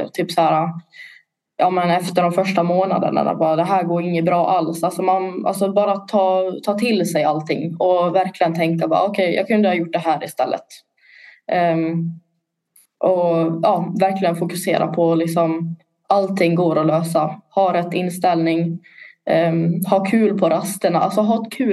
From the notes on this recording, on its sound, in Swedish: Avsnittet spelades in digitalt på distans och därav kan ljudet svaja lite.